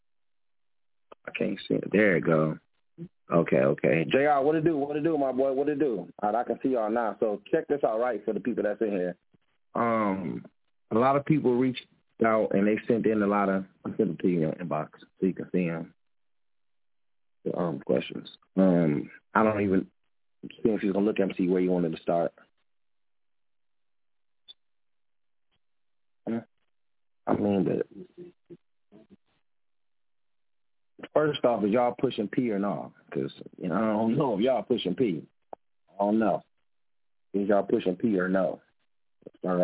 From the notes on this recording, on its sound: Keeping It A Buc Live On iFM Radio. Answering your calls live on the air.